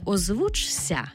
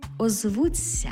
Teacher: Пишемо «чся», а вимовляємо «ця» · Shown in: second take